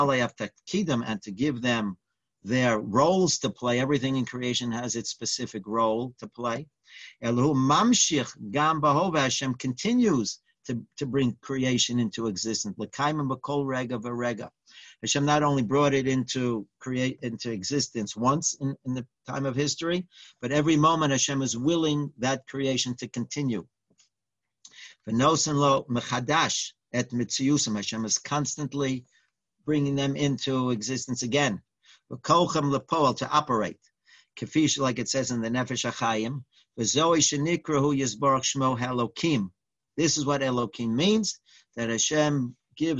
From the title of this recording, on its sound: Live On Zoom